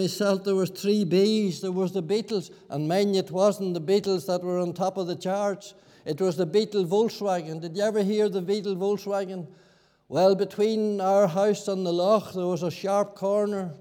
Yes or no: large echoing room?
yes